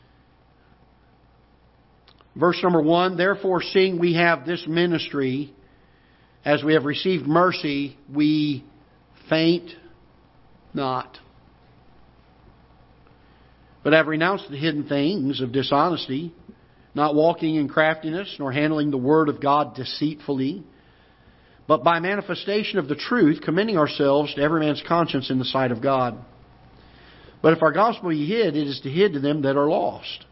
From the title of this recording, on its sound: Ketha Heights Baptist Church ~ Live Broadcast